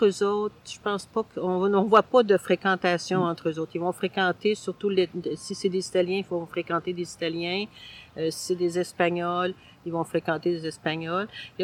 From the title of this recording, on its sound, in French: En direct du Parc Luigi-Pirandello